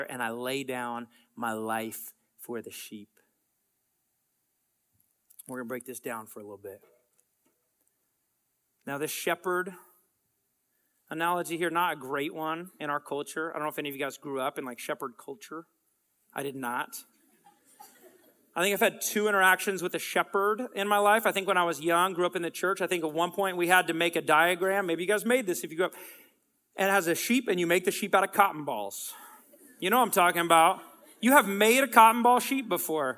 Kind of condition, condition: setting, live audience